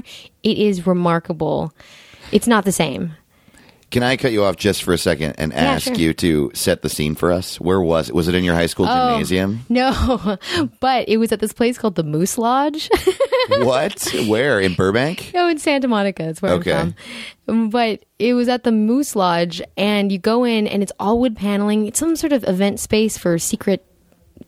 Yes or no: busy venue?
no